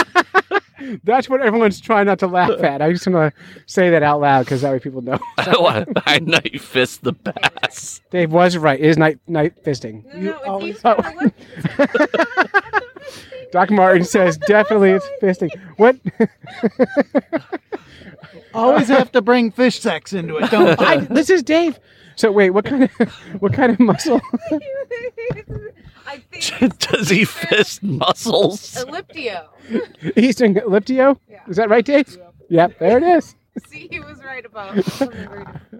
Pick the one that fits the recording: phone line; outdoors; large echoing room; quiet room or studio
outdoors